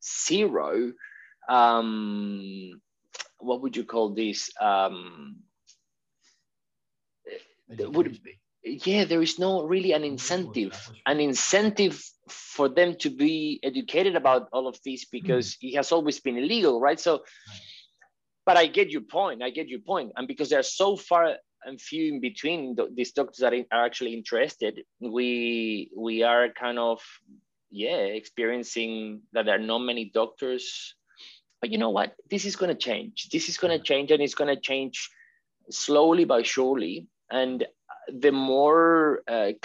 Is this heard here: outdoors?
no